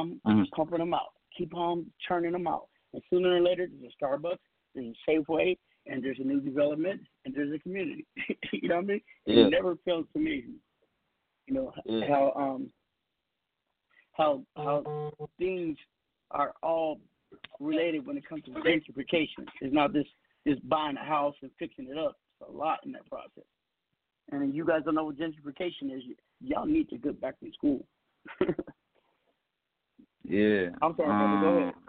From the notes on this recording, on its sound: We have invited various people to call